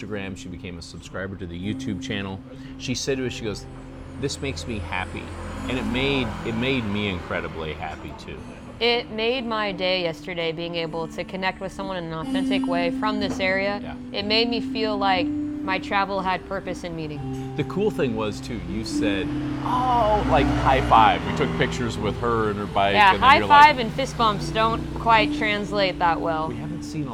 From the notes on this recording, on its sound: Chiang Mai, Thailand streets. Enjoy the banter and the street sounds from Chiang Mai.